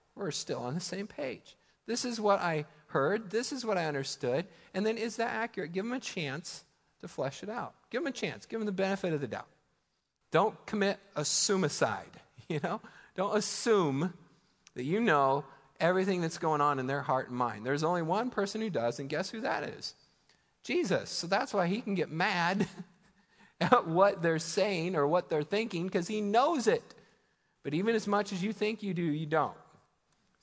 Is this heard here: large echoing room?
yes